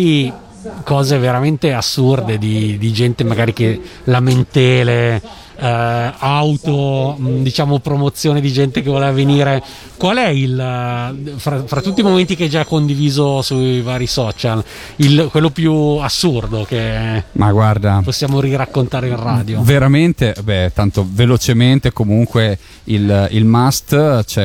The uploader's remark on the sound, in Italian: Da San Marino Comics 2020 la nostra intervista